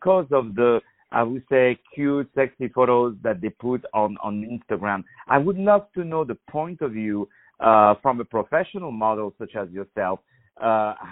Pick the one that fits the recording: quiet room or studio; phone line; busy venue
phone line